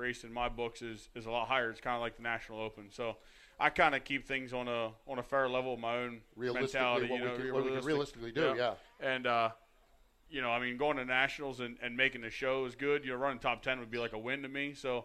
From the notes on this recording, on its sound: LIVE, at Port Royal Speedway for the Weikert’s Livestock Winged Nation, presented by Folkens Bros Trucking & Red Brand Fence!